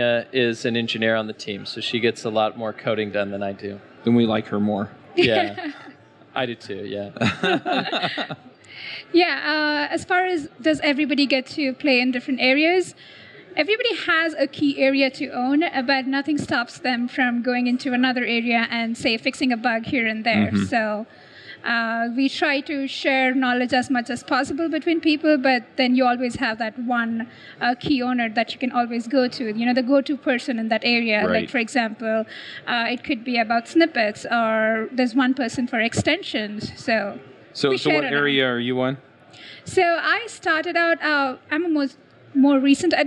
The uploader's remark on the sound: This episode is live at the Microsoft Build 2017